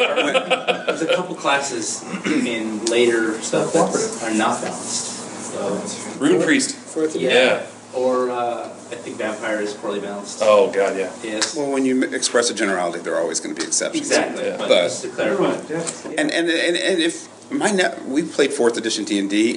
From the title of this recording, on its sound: panel at U-Con